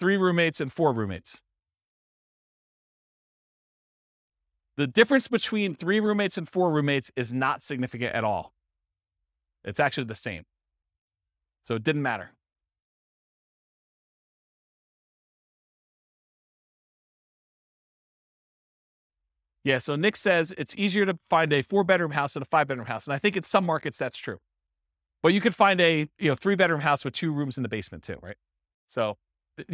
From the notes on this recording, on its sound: This was a live class recorded